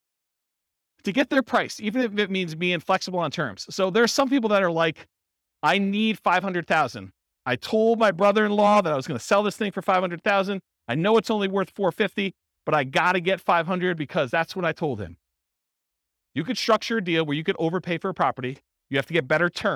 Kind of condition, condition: setting, live audience